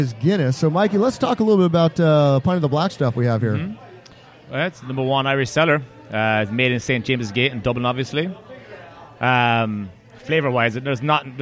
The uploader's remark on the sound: Recorded live at Brendan's Irish Pub.